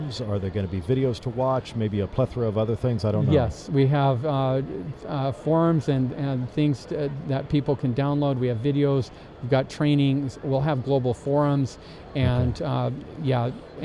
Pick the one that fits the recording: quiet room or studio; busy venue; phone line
busy venue